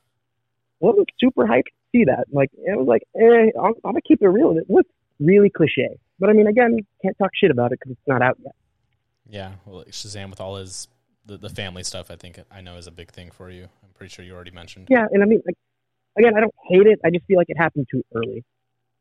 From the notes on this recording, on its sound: via a phone call